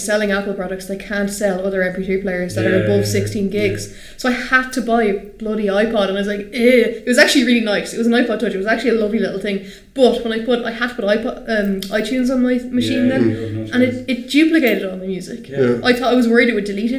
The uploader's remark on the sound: This was recorded in a much bigger room this time due to preparations for The Galway Games Expo. As a result of this, the recording may contain a lot more reverb than usual.